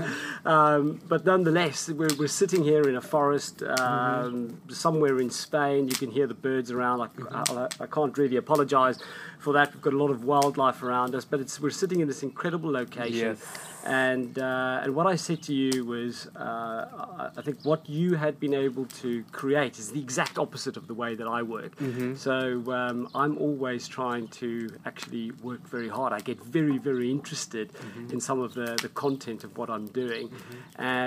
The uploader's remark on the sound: if you hear any noises in the background that is just the fire crackling!